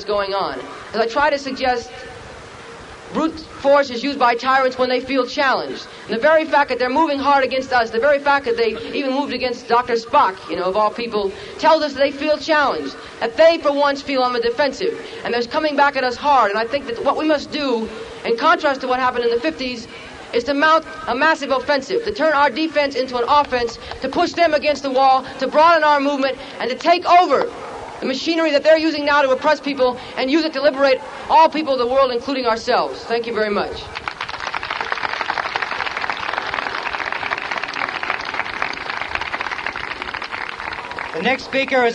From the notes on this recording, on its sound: Black Panther Party Rally 1968